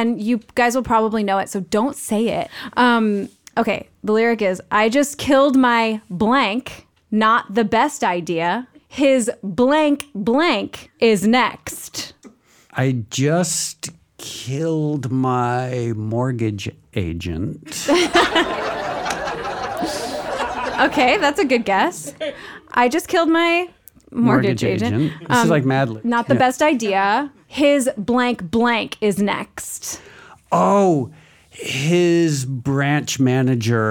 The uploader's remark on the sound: Do their first live podcast recording at Neuehouse Hollywood.